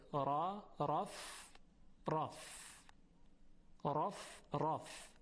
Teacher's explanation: در هر دو مورد تفخیم میشه چون مفتوحه